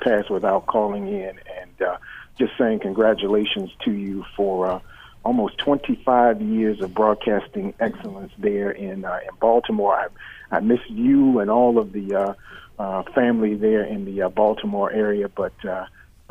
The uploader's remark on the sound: We hosted a very special, unstructured, farewell show with open phones for listeners and many guests who came by to send us off.